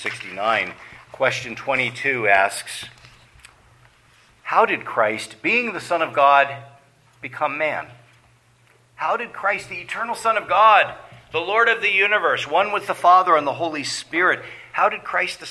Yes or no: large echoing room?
yes